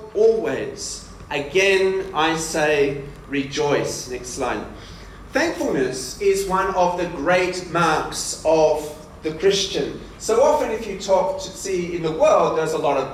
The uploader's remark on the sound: This sermon was delivered at ADYC Youth Ablaze 3.0 conference in Kuching.